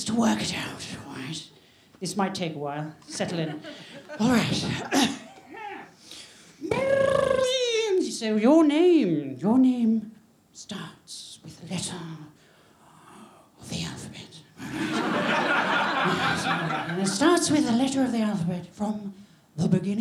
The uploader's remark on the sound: Recorded live from the London Podcast Festival 2023.